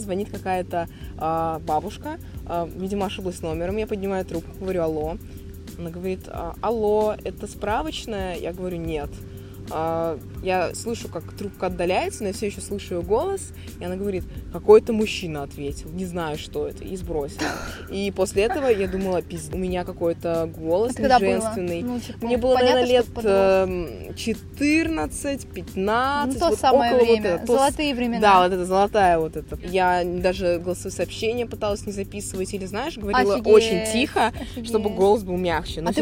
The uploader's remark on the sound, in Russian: Чтобы его записать, мы уехали подальше от городской суеты к озеру.